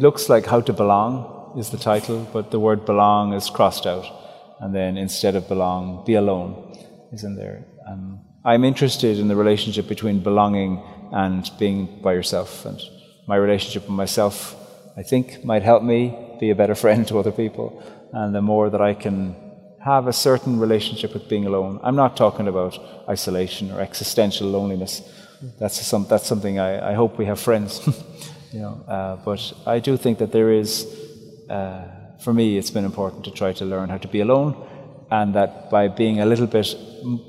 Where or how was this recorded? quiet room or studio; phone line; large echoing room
large echoing room